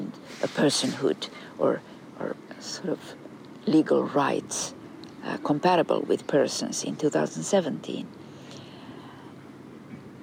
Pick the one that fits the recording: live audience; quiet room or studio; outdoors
outdoors